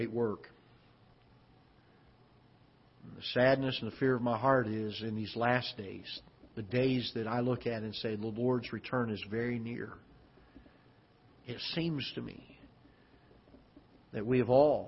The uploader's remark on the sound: Ketha Heights Baptist Church ~ Live Broadcast